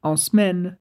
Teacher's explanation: Perceba que a gente poderia pronunciar en semaine, mas é mais comum que a gente corte esse E para dizer en semaine